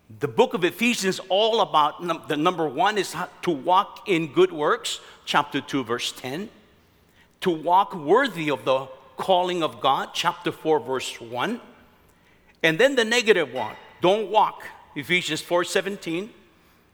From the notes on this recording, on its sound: From the 2017 Southwest Men's Conference, Exposed.